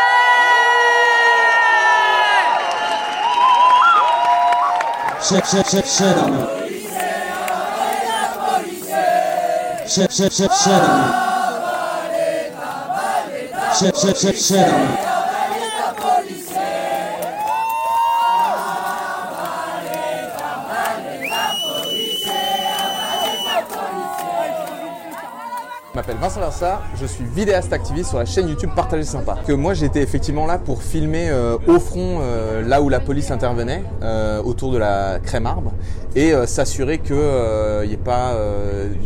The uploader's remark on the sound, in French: Le son n’est pas toujours parfait car le terrain n’est pas le meilleur studio d’enregistrement. Pendant ce weekend de puissance militante.